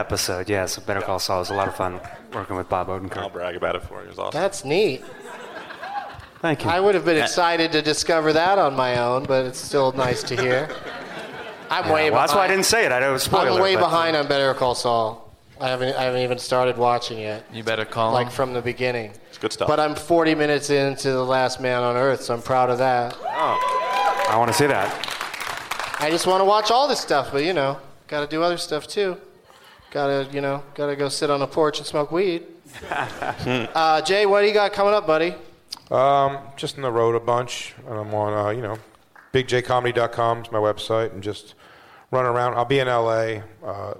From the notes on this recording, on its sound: Live from the Gramercy Theatre in New York City